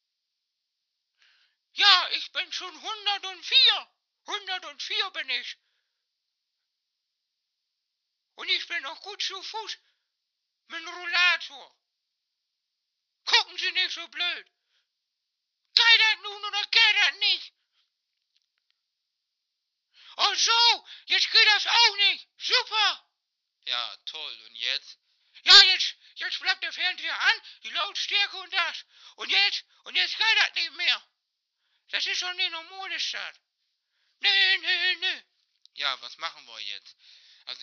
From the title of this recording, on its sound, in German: GESPRÄCHE AM TELEFON